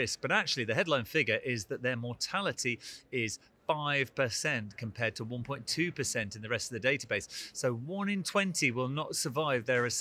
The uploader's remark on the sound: recorded at the 2023 EACTS Annual Meeting